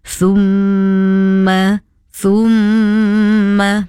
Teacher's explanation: Hanya perlulah dibaca dengan dengung selama dua harokat. · Term: gunnah